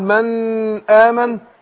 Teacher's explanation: هي نون ساكنة، أقول من آمن على طول ما ادهاش غنى